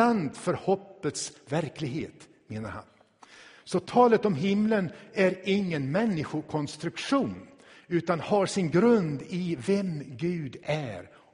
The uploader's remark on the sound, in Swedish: Inspelad i Tabernaklet i Göteborg 2016-11-06.